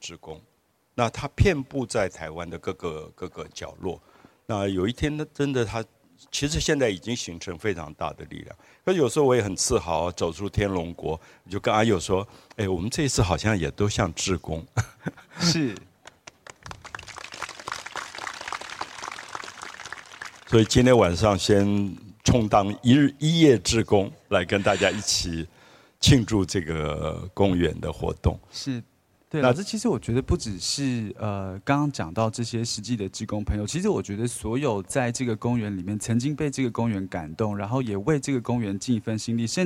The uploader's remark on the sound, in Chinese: 台南巴克禮公園20週年Open Podcast。我到現在為止印象裡還彷彿坐在那個草地上，天空有月亮、有星星，附近的水裡有柳樹的倒影，每一個人都這麼安靜，感覺到夜晚的風微微的吹來。